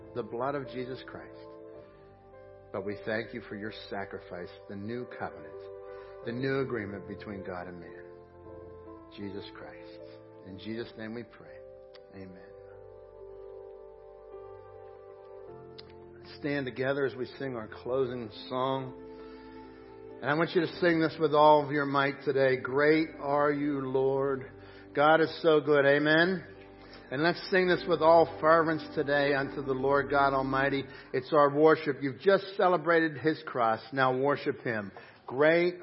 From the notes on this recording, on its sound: Crossroad Ministries Live Service